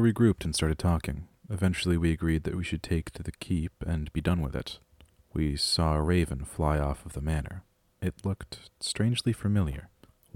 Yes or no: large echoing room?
no